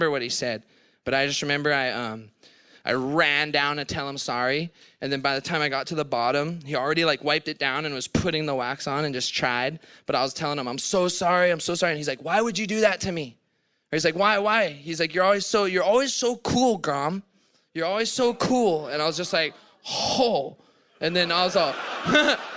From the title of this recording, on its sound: Retirement Party LIVE from Torquay